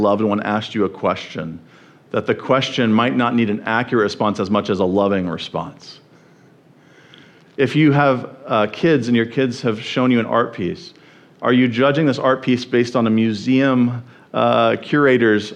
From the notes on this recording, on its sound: at the First Baptist Church of Jackson, MI.